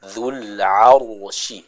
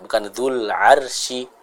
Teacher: kita baca huruf Ra-nya dengan tebal · Shown in: first take